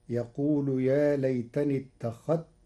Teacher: قرأ ورش كلمة اتخذت بإدغام الذال في التاء حيث إنهما متقاربان صغير وحكمه جواز الإدغام فتصير يقول يا ليتني اتخذت مع الرسول سبيلا.